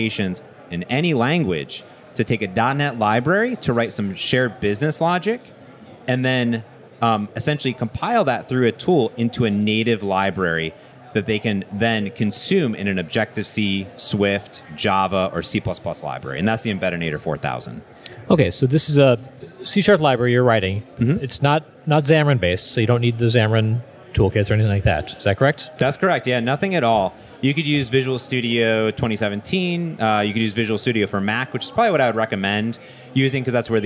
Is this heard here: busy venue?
yes